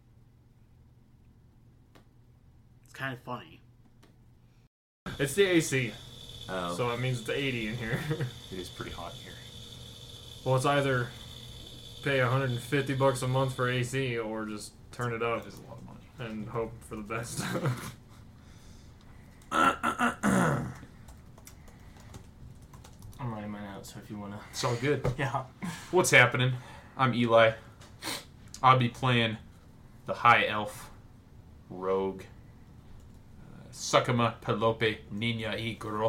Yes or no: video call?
no